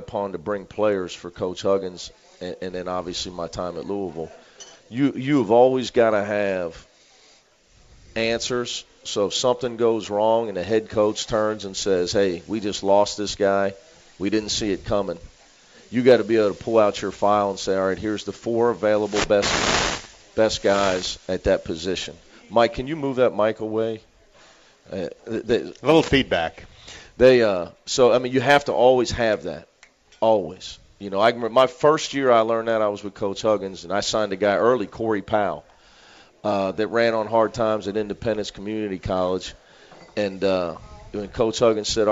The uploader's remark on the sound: live from the original Montgomery Inn